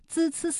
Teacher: 滋滋滋在现代汉语当中是舌尖前音，靠舌尖来发音，发音的时候舌尖都放在上齿背，也就是舌尖要抵住上面牙齿的背后。那在接下来的宋游中国当中呢，我们会详细的为大家讲解。孟浩然是唐代诗圈网红，也是资深驴友，他渴望入世为官，却又四处旅行。本期节目我们将带领大家一起揭秘孟浩然的诗和远方，与此同时我们也会继续为大家讲解一些普通话标准读音的知识。今天我们学习的是平舌音滋滋滋的发音，之后亦都会给大家出一个普通话语音测试题，看看大家能否回答正确。春眠不觉晓，处处闻啼鸟，夜来风雨声，花落知多少。一首春晓让人们记住了孟浩然这个名字，他是唐代山水田园诗派的代表人物，把一生作为笔墨晕染着中国的山水诗篇，诗中一派与世无争的田园美景诉说着他对山水的钟情。在他的诗篇中不乏高古之气，清雅之词